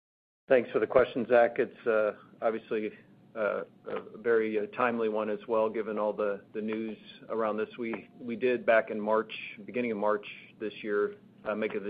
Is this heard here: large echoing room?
no